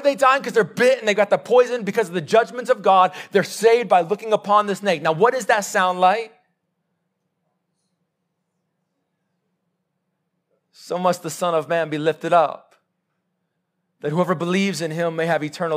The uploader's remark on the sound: Live sermon recorded 15-May-2022